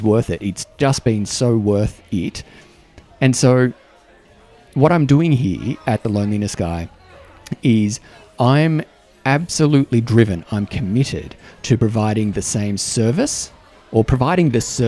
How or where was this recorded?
busy venue